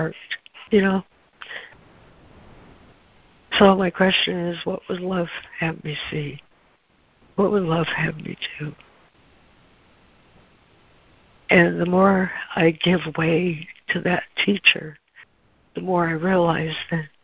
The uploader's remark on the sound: ACIM Daily Conference Call.